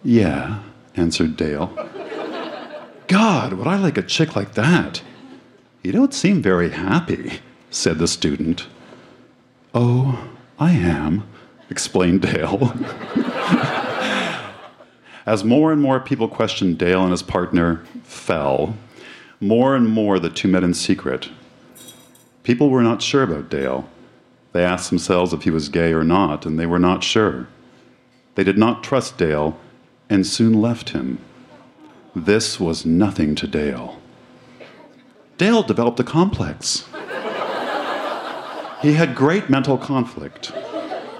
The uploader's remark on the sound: Recorded live at Electric Owl Social Club in Vancouver, BC.